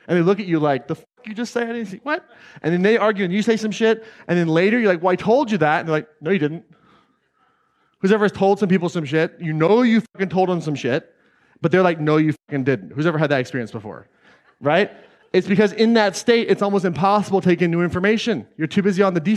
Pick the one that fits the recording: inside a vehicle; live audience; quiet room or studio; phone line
live audience